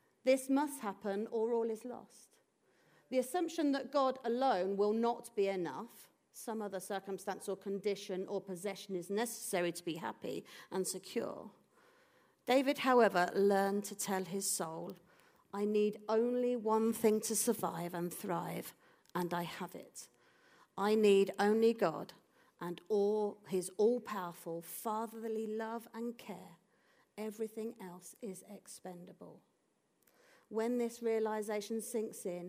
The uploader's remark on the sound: This audio was recorded at our venue in Putnoe.